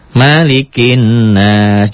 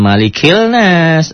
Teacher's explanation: Malikin nas, jangan malikil nas. Alif lamnya tidak dibaca, itulah alif lam samsiah. · Shown in: first take